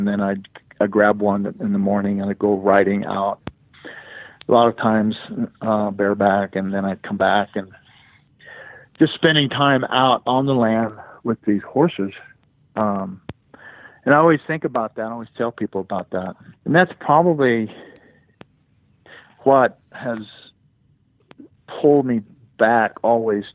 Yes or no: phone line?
yes